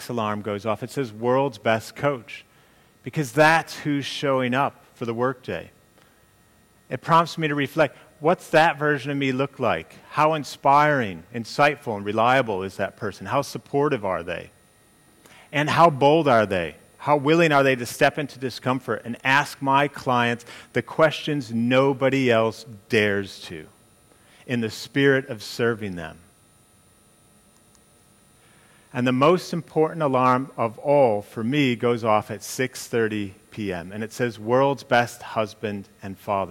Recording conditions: live audience